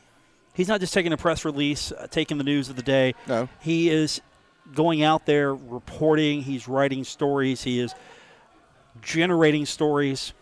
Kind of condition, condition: setting, busy venue